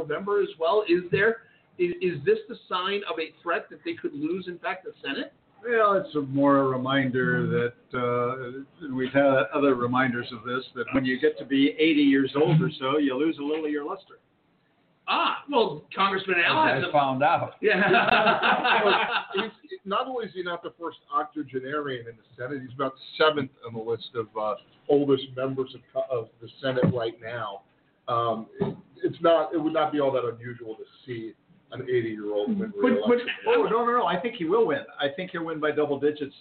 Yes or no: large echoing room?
no